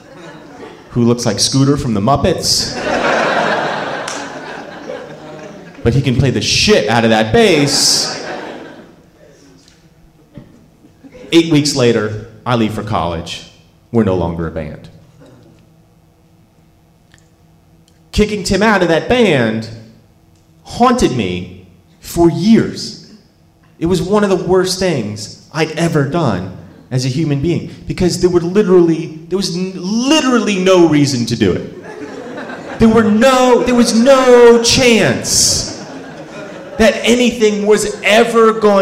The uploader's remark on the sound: Live From Charleston! At the Charleston Comedy Festival in South Carolina.